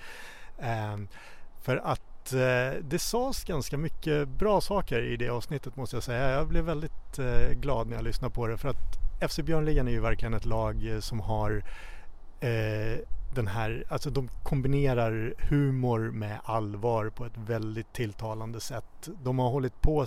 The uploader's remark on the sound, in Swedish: Så då tänkte vi ”jamen då drar vi, vi blir en mobil inspelningspodd”. Vi ska ta med oss inspelningsutrustningen ut på fotbollsplanen och intervjua dig och spelarna.